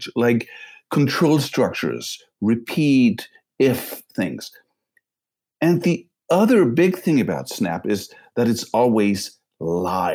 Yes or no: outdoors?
no